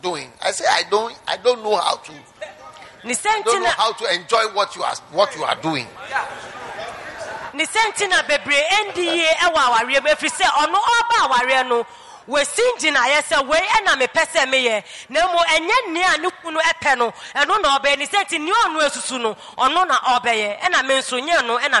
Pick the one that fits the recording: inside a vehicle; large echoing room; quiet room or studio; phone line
large echoing room